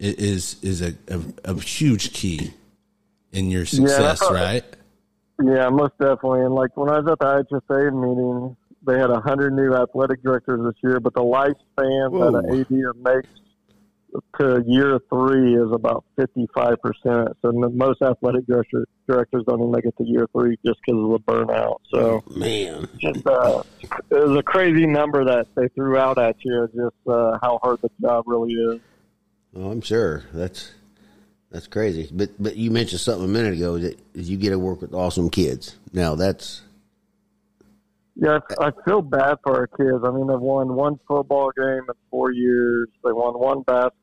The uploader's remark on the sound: called in to the garage.